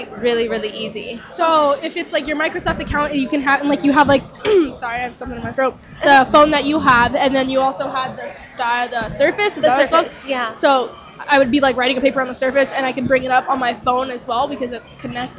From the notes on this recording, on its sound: We are live from the Microsoft Store at the Scottsdale Fashion Square.